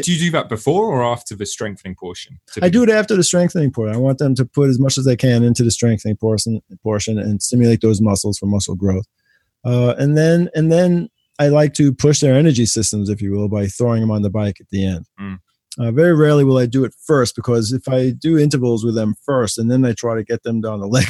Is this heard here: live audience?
no